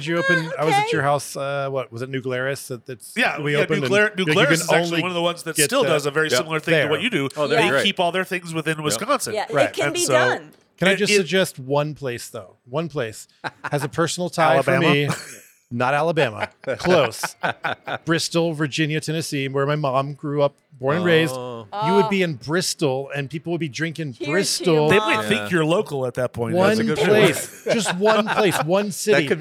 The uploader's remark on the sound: By default, each episode will be nomadic by nature, recording via pop-ups in various unique local spaces, to provide texture and ambiance from those environments. Coloradosprings.